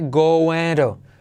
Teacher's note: el going to se convierte T como R suave